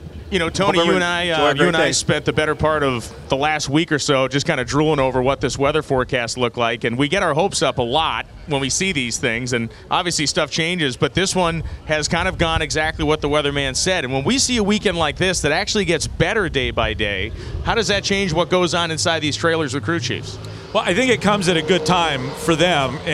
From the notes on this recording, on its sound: Live from the NHRA Fall Texas Nationals. We're going LIVE from the pits at the NHRA Fall Texas Nationals with three big guests at the Texas Motorplex in Ennis.